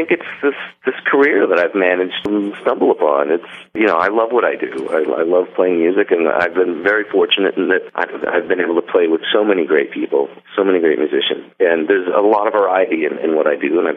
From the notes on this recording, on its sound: called in to that cozy radio studio